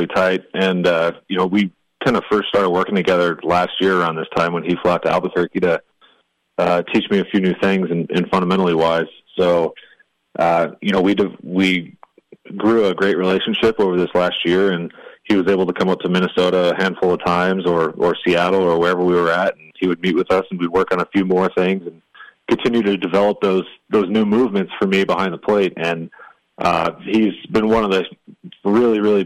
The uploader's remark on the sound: catches up by phone